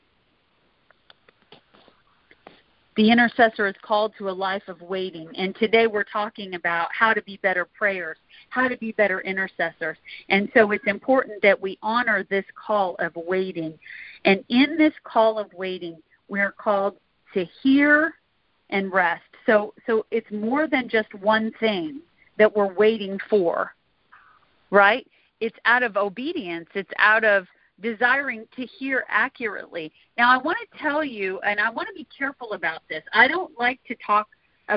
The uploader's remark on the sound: Recording from the weekly "Intercessors Arise!" conference/training call.